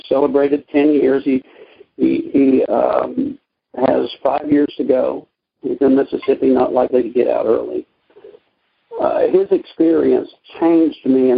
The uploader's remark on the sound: Monday Noon Phone Speakers Series